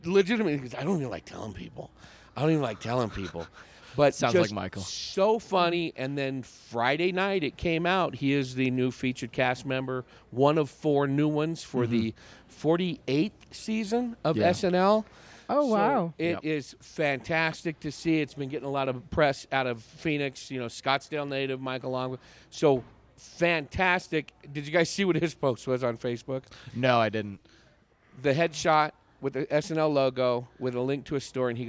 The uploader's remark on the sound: Recorded at the beautiful patio of Late for the Train Coffee in Flagstaff, AZ. Recorded as part of the First Annual Jest Another Comedy Festival that took over downtown Flagstaff. Produced by Jester Comedy & The Orpheum Flagstaff. Recorded at the beautiful patio of Late for the Train Coffee in Flagstaff, AZ.